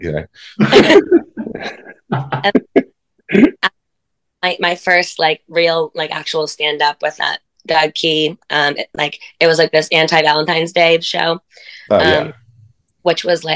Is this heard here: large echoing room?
no